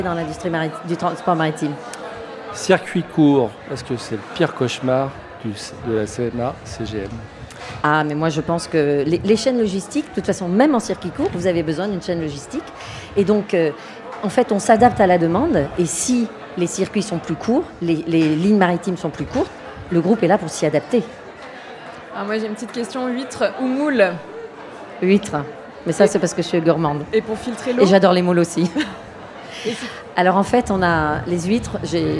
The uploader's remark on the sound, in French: Enregistré en direct de la Friche La Belle de Mai à Marseille. Pour la 1re édition du So good Festival. Ce sont pas moins de 5 invitées qui se succédent au micro.